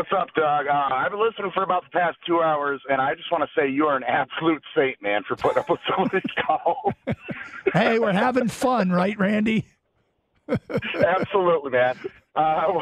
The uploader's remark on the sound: Lions fans call in.